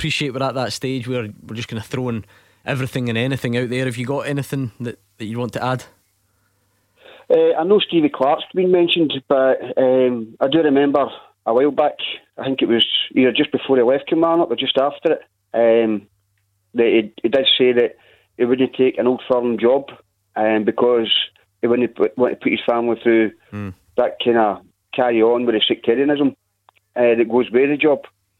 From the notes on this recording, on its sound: As we react live to Rangers taking on Antwerp in the Europa League as well as taking calls.